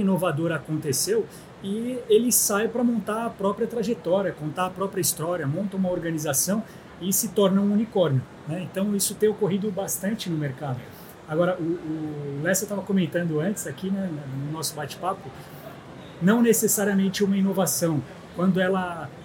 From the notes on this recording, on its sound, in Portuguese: Série especial de videocasts, gravada diretamente da Febraban Tech 2023, o maior evento nacional de inovação e tecnologia para o setor financeiro.